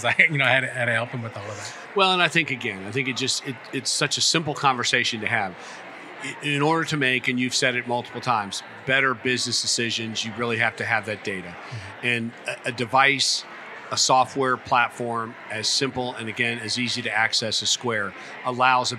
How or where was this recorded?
busy venue